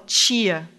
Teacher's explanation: A gente pronuncia o T, a consoante T, o T, antes de I, palatalizado. Então, a gente não fala tia, a gente fala tia. · Term: palatalização